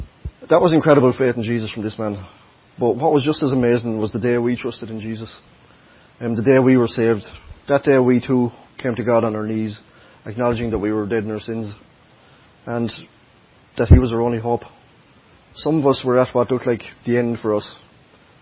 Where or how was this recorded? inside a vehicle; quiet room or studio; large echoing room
large echoing room